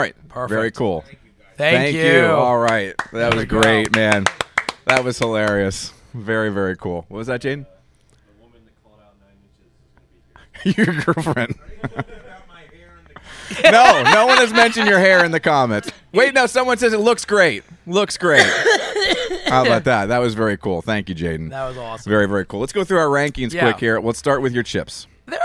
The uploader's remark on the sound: Live From SoulJoel’s at SunnyBrook.